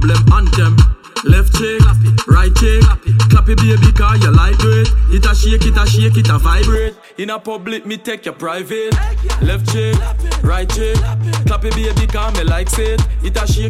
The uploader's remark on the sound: Bridal shower White Affair live audio